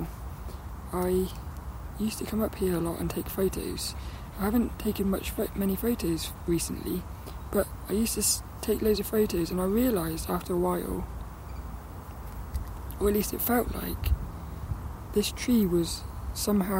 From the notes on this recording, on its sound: do a bit of sketching outside at Saltrum, before my lead runs out